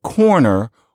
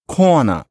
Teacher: you drop or vastly distort your R's at the end of syllables · Shown in: second take · Term: R-lessness